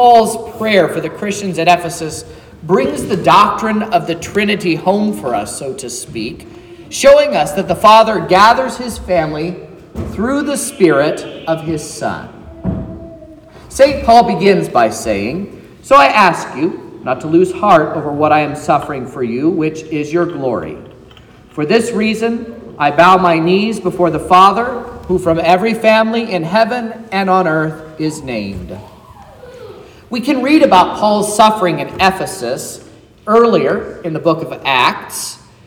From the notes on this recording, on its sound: This is the sermon preached at Trinity Lutheran Church in Vallonia, Indiana, on Sunday, September 24th, 2023, which was the 16th Sunday after Trinity.